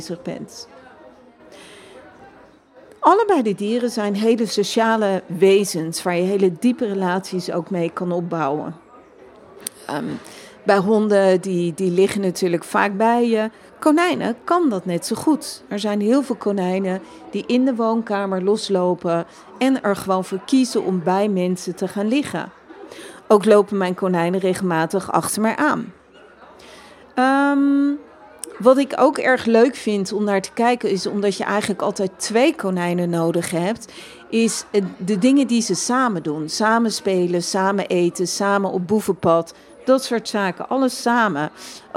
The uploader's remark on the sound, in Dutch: Live vanaf Animal Event